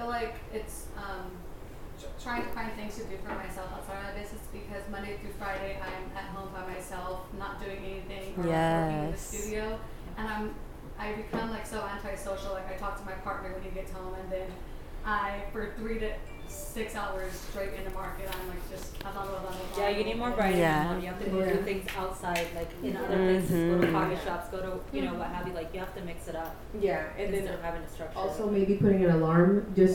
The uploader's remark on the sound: Austin Event Panel Discussion. Panel discussion with the amazing speakers we had at our Mujerón Movement Austin Event!